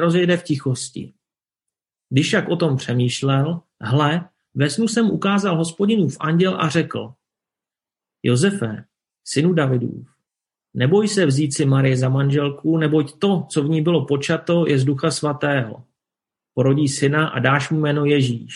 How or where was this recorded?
video call